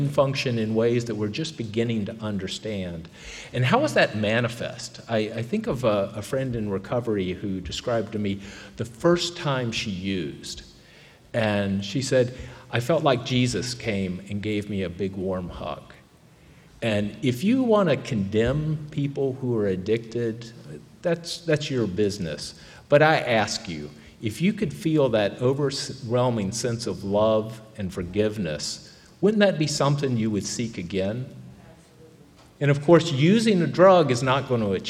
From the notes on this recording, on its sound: The panel on stage at the Alaska Prevention Summit. At the Dena’ina Center.